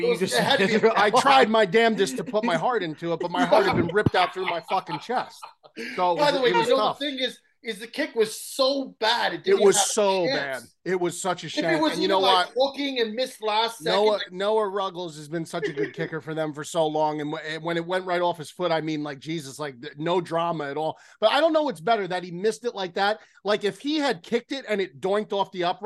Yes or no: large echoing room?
no